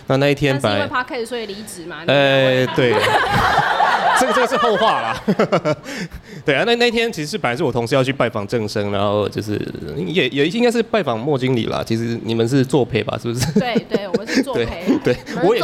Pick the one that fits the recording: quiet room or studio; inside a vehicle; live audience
live audience